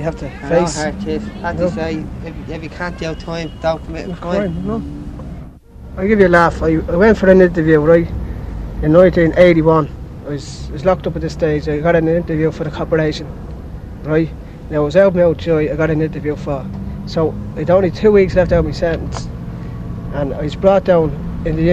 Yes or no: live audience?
no